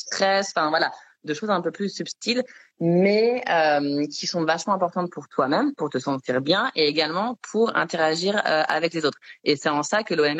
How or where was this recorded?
video call